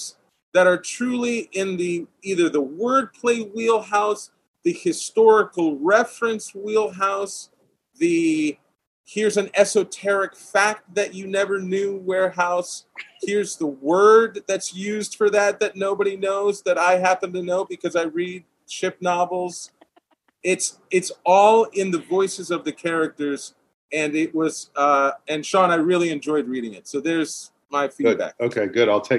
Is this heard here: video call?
yes